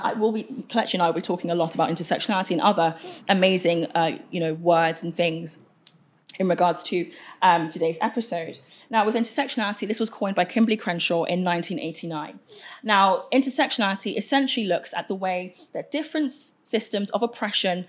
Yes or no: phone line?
no